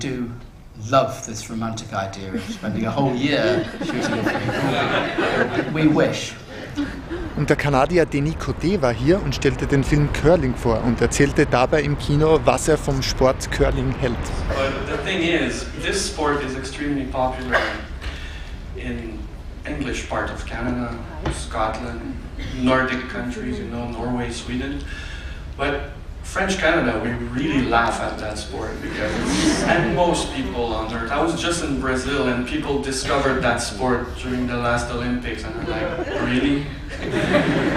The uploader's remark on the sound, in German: Bericht von der Viennale 2010 mit Publikumsgesprächen